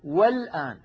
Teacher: الآن الألف واللام التي في أولها هي لام التعريف، ولام التعريف كما نعلم ساكنة قبلها همزة وصل مفتوحة تنطق في بدء الكلام، نقول الآن، لكن لو وضعنا قبلها أي حرف نقول والآن فتسقط الهمزة